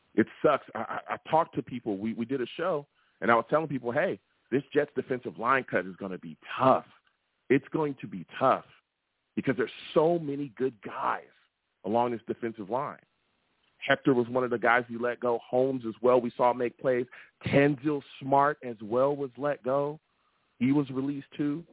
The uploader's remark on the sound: I take live callers!